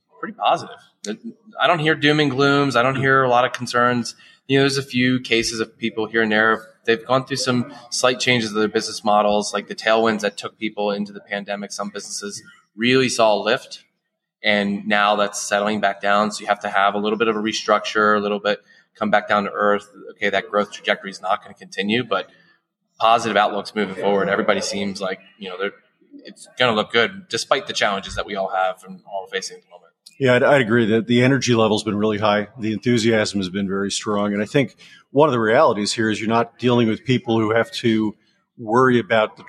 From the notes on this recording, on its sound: Coming to your feed live from the Blueprint proptech and real estate conference in sunny Las Vegas, Nevada. Coming to your feed live from the Blueprint proptech and real estate conference in sunny Las Vegas, Nevada. He had the opportunity to sit down in person.